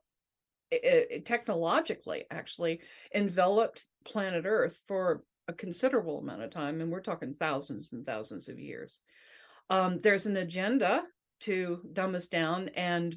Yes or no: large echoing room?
no